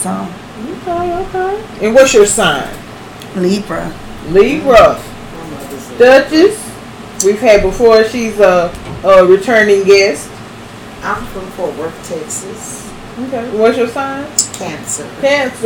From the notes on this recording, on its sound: The audio sucks.